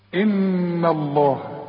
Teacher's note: إن الله كله التي تخص لفظ الجلالة المفتوحة لازم ترققها. إن الله، شوف لازم نرقق الهاء بتاعت لفظ الجلالة